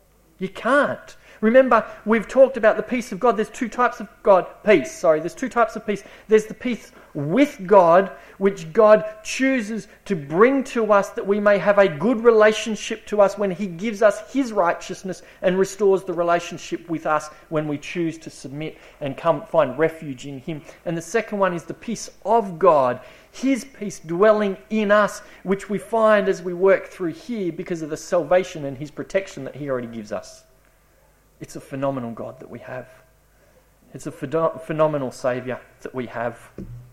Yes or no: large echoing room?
yes